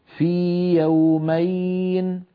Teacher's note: ولا نضغط الياء الأولى وندخلها في الثانية، بل نعطيها حقها من المد · Term: لا إدغام